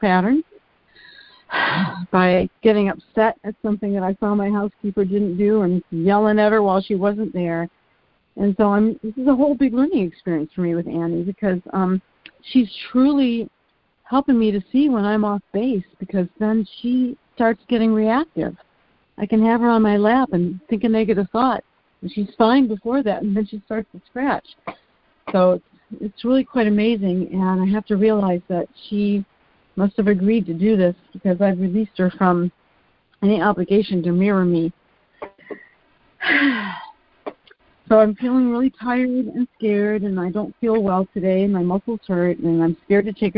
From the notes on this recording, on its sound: ACIM Daily Conference Call